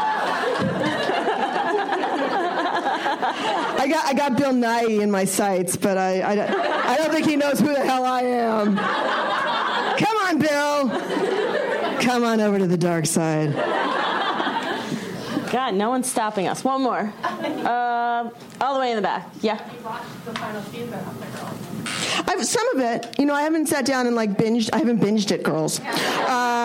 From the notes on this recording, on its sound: From ATX Television Festival. An intimate conversation. Recorded June 5, 2015 at ATX Television Festival.